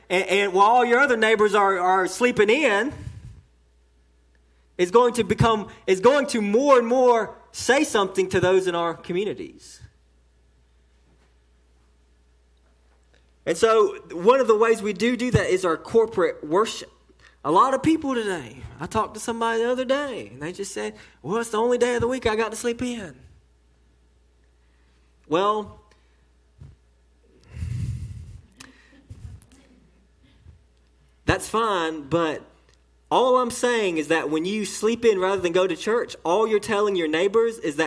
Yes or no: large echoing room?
yes